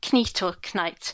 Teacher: we'd still pronounce the k at the beginning at this period